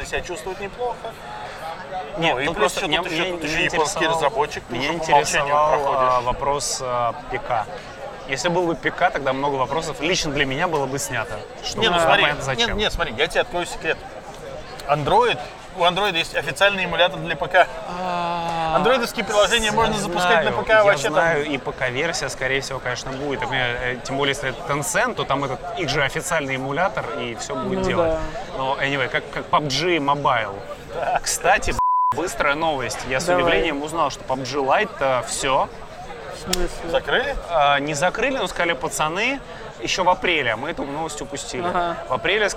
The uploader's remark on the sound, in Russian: Этот выпуск, как в старые-добрые времена записан в баре. Точнее на веранде.